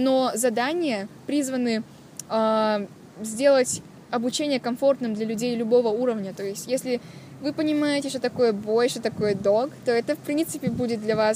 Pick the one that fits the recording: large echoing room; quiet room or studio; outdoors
outdoors